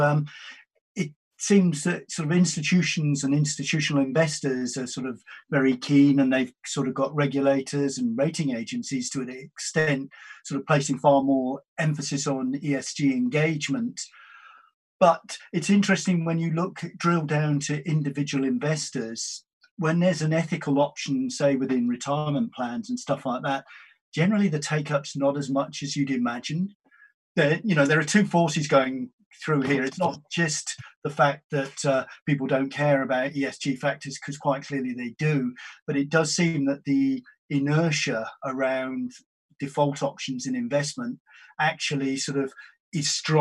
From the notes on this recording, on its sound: joined on Zoom